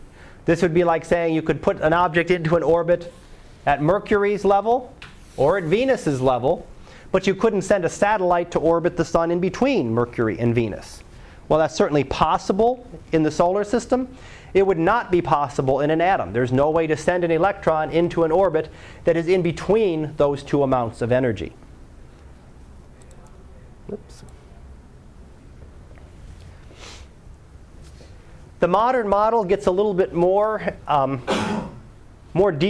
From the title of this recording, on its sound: Live Class Lecture